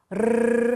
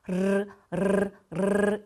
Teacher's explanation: 근데 입술이 진동하면서 공기가 빠져나가는 대신에 혀가 진동하면서 공기가 으르르르 빠져나가는 거예요